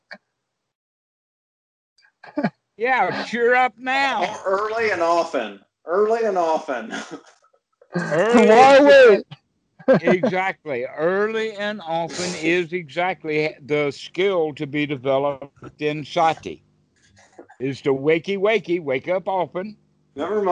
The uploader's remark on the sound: skype calls